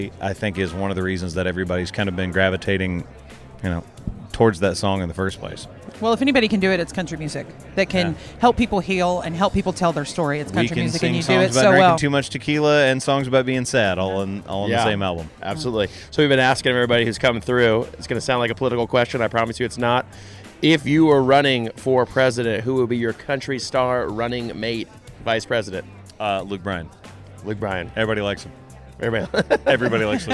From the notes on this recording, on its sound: live from the 2019 CMA Awards!